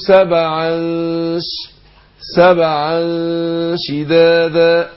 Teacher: في التنوين، جه بعد التنوين هنا شين، فبخفي الايه نون التنوين، لما اقول سبعا نون التنوين دي جه بعدها ايه شين، فبخفي نون التنوين دي عند الايه عند الشين